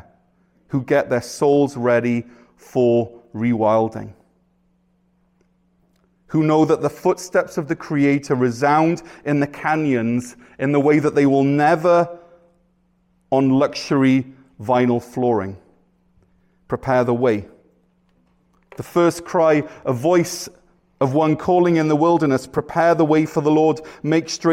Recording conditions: large echoing room